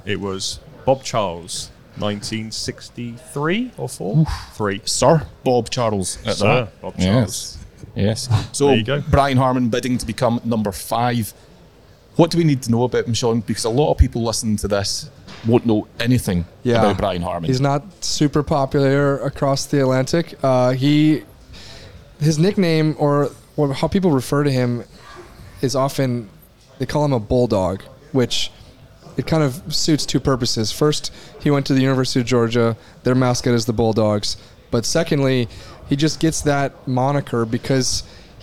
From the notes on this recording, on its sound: The Open Commute - Round 2 recap - LIVE from Royal Liverpool. The 151st Open Championship has reached the halfway stage.